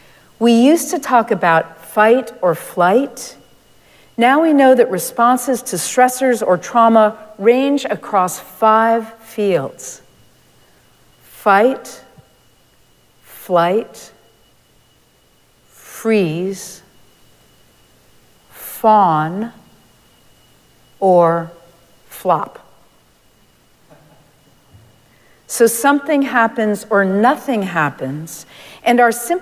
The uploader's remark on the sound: Recorded live at Arlington Street Church, Sunday, January 14, 2023.